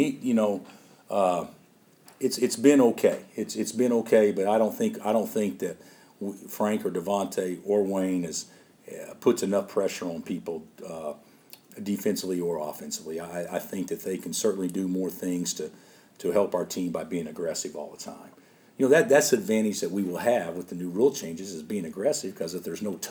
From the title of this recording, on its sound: Press Conferences & Post-Game Interviews